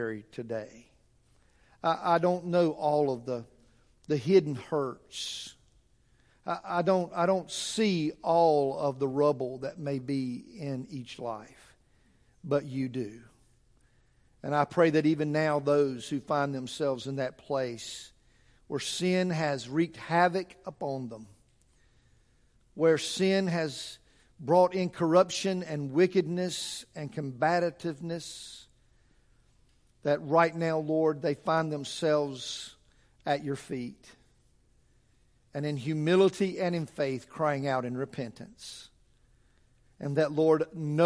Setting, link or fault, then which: setting, large echoing room